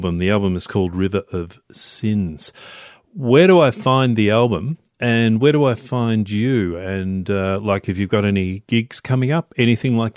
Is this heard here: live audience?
no